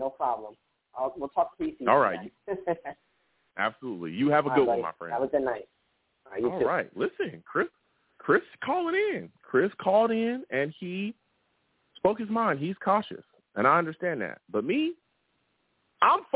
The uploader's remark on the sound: Tonight, live at 7pm eastern. I also take live callers!